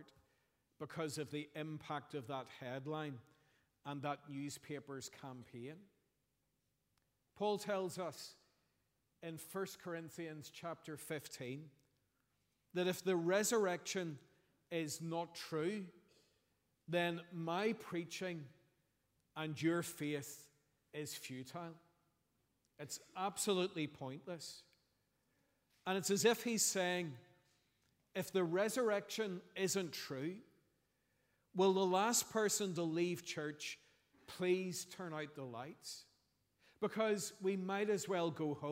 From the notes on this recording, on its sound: preached at our Easter Sunday evening service